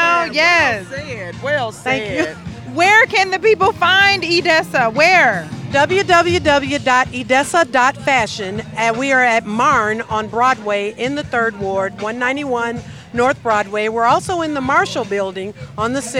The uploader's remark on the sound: Black Arts Fest MKE 2022. Exposed The Podcast traveled the Summerfest Grounds collecting live audio footage from several vital participants.